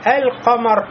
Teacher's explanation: Получается, между ними махрадж отдаленный, и у нас лям никак не может войти в ков.